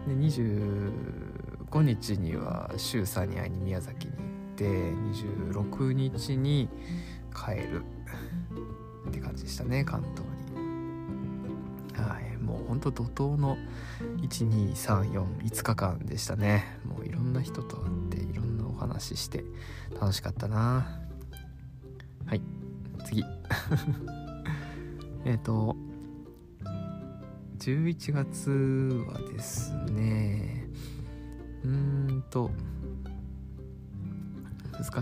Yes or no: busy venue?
no